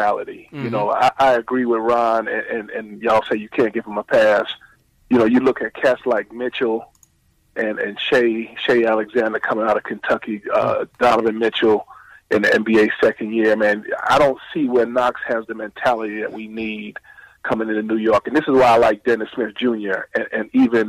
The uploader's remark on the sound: take live phone calls from fans around the world